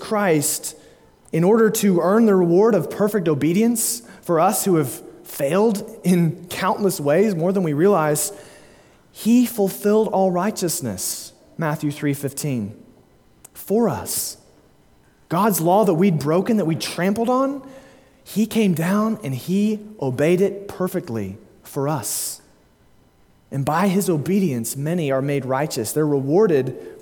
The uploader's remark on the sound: delivered at Immanuel Baptist Church, Springdale, AR on May 22, 2022